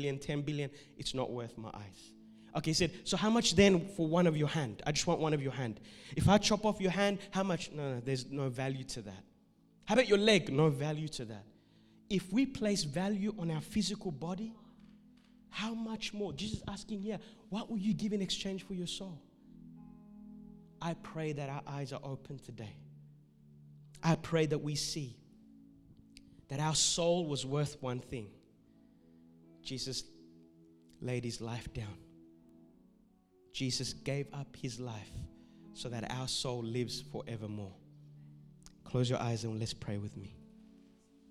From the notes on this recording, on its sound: This message was recorded at Revive Church on the 21st of March 2021